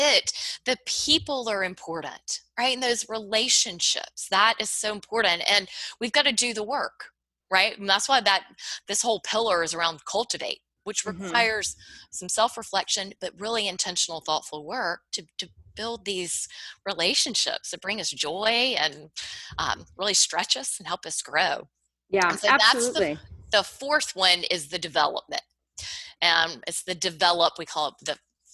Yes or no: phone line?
no